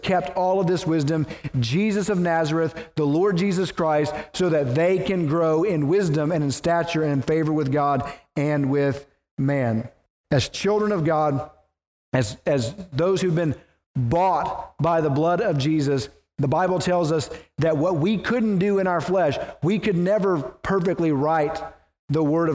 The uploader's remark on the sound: preached at the First Baptist Church of Naples